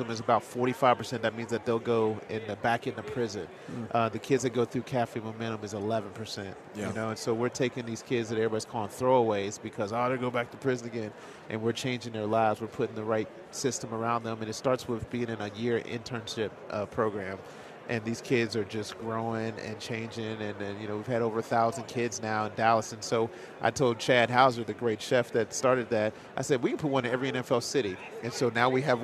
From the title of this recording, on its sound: live from Super Bowl Radio Row